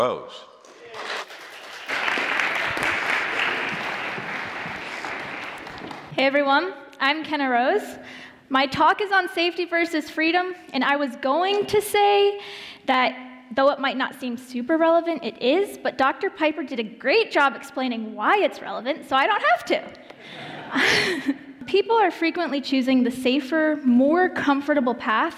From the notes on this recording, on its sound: presented at the Illinois Family Institute’s 2022 Worldview Conference